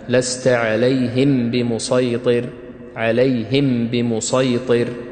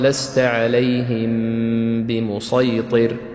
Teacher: كذلك هنا في مسألة فيما يتعلق بالإخفاء الشفوي، وهو مذهب لبعض القراء وهو مذهب صحيح وكان يقرأ به، وهو عدم الغنة الكاملة في الإظهار في الإخفاء الشفوي، أي عندما ننطق كلمة عليهم بمسيطر يقرؤونها بالإظهار، يعني فقط أصل الغنة في الميم الساكنة ثم تظهر هذه الميم من غير إخفاء وكذلك من غير غنة كاملة · Shown in: first take · لست عليهم بمسيطر، عليهم بمسيطر، لكن جرى العمل على الإخفاء في هذه الميم مع الغنة، الإخفاء مع الغنة فتقرأها لست عليهم بمسيطر.